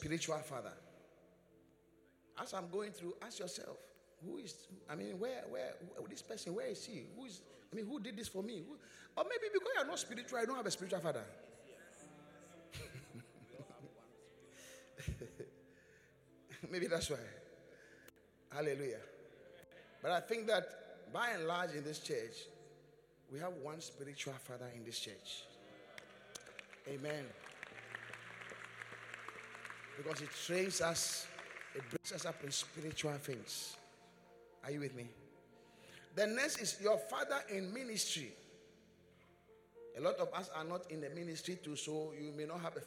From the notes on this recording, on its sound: Preached at the Qodesh